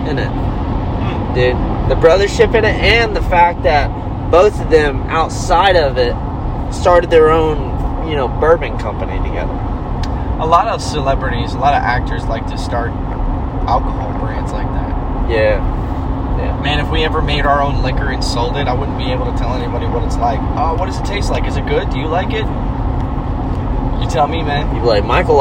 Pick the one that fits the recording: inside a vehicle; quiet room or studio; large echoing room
inside a vehicle